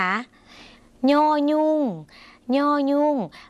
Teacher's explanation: ย่อยุ่งเสียงขึ้นจมูกนิดนึงนะคะ ออกเสียงเป็นเนื้อเนื้อหรือภาษาถิ่นอีสานและภาษาถิ่นเหนือนะคะสามารถออกเสียงนี้ได้ส่วนคุณผู้ชมที่พูดภาษาไทยกลางอาจจะออกเสียงนี้ยากนิดหน่อยนะคะย่อยุ่งย่อยุ่งเราก็จะได้คำนี้ค่ะอ่านออกเสียงว่าสวายค่ะคุณผู้ชมหมายถึงสายนั่นเองค่ะไปต่อนะคะคำนี้ง่ายค่ะเพราะเขียนเหมือนภาษาไทยเริ่มต้นเลยนะ